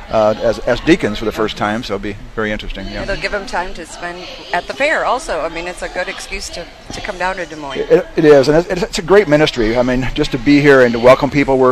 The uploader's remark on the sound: Live from the Iowa State Fair 2021